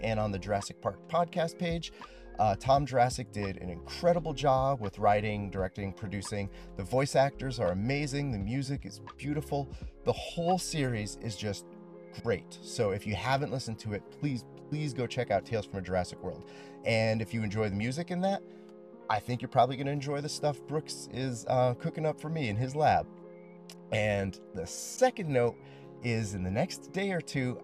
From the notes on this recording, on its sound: On my lunch break at work I used a random number generator to pick a season and episode, watched it, then recorded a little bit about it sitting in my car.